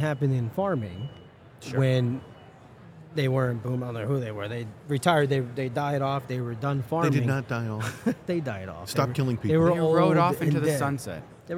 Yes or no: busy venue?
yes